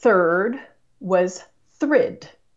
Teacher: It used to be the case that third was thrid. The R and the vowel changed places. · Term: metathesis